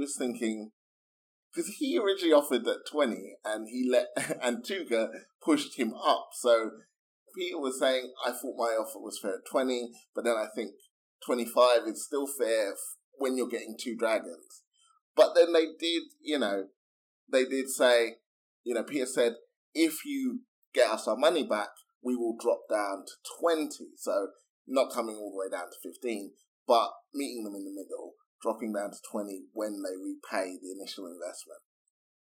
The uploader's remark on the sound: It didn't go that well technically, so we're sorry about the quality!